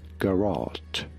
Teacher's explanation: You do want to stress on the second syllable